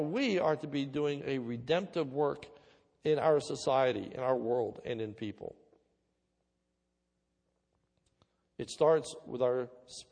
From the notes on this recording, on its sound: This is a sermon recorded at Lebanon Bible Fellowship Church